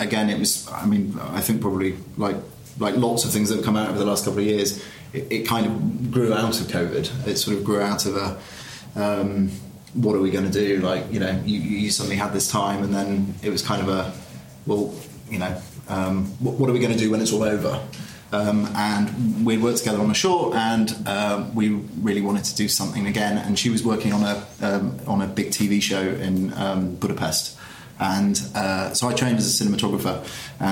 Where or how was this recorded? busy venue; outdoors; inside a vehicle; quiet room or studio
busy venue